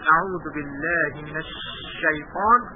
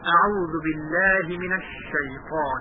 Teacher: تفشی به معنای انتشار یا پخش شدن هست و خود از تجوید به معنای انتشار هوا در دهان هنگام تلفظ حرف شین · Shown in: second take · آمده است. و منظور ما از بیان صفت تفشی این هست که ما حرف شین رو نباید تکیهش رو در جلوی دندان ها بیاوریم.